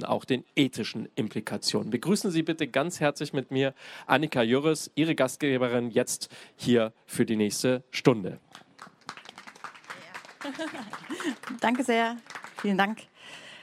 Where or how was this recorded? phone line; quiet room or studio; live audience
live audience